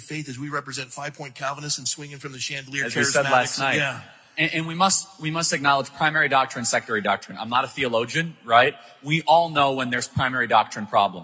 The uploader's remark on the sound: LIVE at Strong Church in Phoenix, AZ